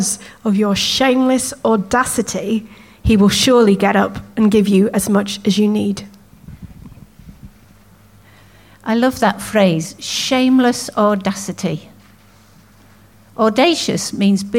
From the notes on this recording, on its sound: At King's Church, Cockermouth, as an audio file.